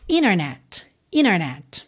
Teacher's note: é no prefixo inter, inter, que soa frequentemente como inner. Então, internet pode soar internet, internet.